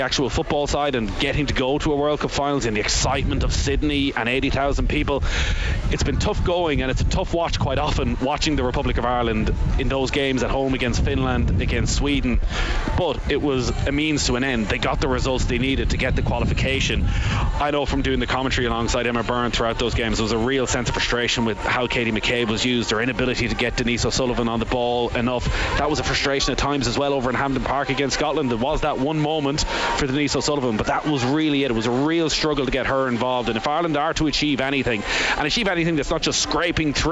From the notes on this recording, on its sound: live from Tallaght Stadium